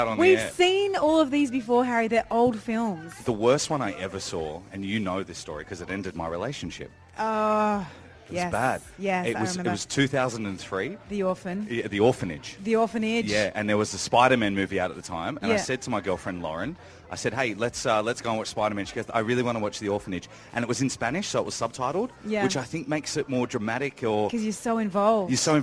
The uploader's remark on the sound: We're Live from Legoland Dubai - What Could Go Wrong?